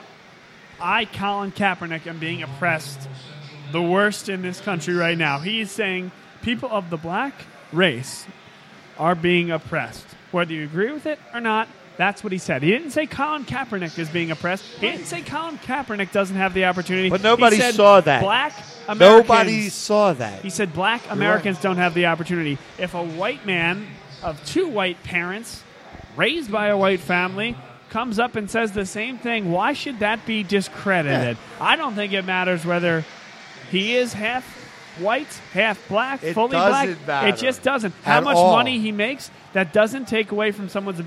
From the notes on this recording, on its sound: live at our home away from home, Villa Capri